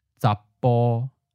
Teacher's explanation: there's a slight pause and the voicing cuts off